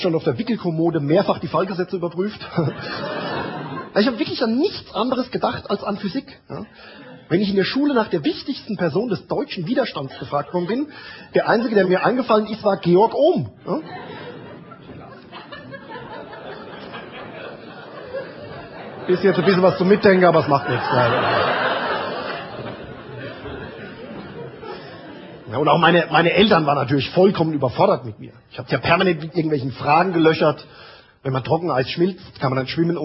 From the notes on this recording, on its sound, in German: Live-Mitschnitt vom 12./13.Februar 2005 in der Kabarettbühne "Die Käs", Frankfurt